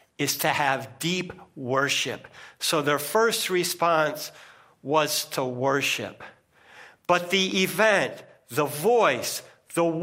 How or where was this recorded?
large echoing room